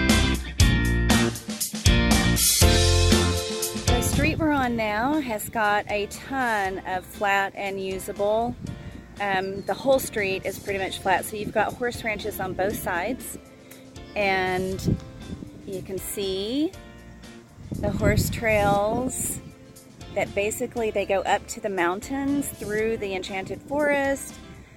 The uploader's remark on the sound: Cruising La Cresta. La Cresta is the first and the one that's closest up to the front and also am is the largest it happens to be the one I live in so, this is where we're starting. The whole street is pretty much flat seats about horse ranches on both sides and you can see the horse trails that basically they go up to the mountains through the Enchanted Forest. This is an example of the beautiful wine growing area that we live in.